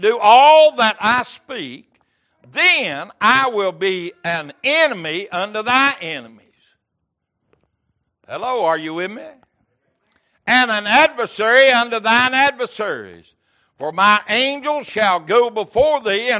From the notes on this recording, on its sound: Wednesday Evening Service